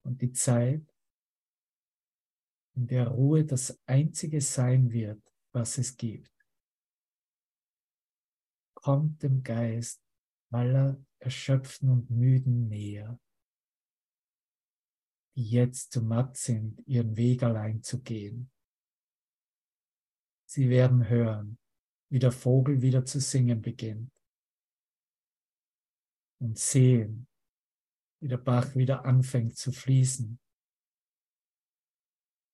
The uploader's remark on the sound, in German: Zoom-Session. Veranstaltet von der Aleph Akademie.